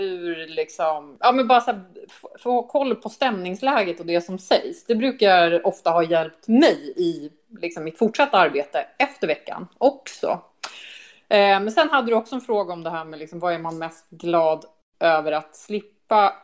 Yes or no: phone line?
no